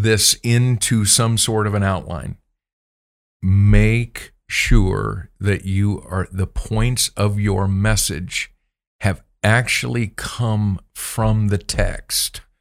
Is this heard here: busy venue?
no